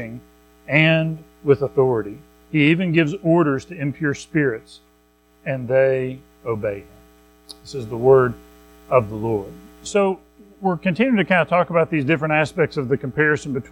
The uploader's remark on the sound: Recorded at Madison Baptist Church in Madison WV